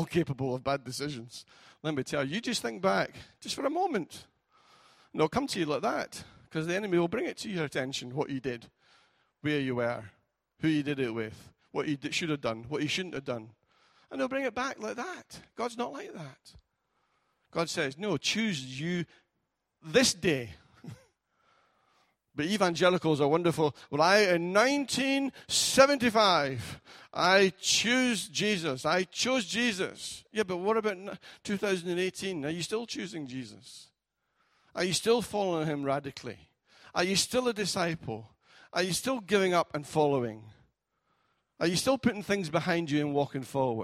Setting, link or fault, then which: setting, large echoing room